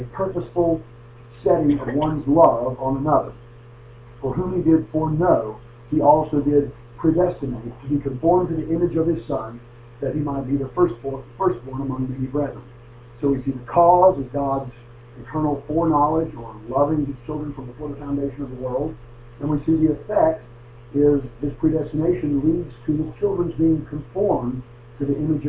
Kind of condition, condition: fault, poor sound quality